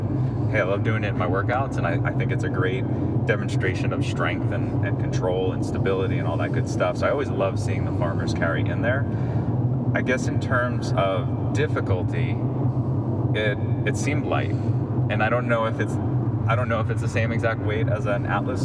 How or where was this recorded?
inside a vehicle